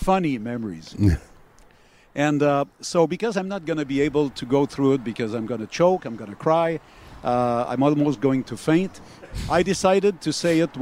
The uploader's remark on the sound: live from outside the CHOM window